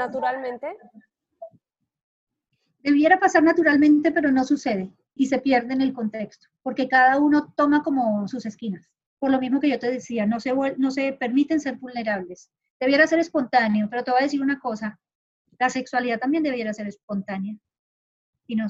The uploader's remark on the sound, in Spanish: Acostumbrándonos todavía poco a poco a grabar reuniones online (disculpen los sonidos raros)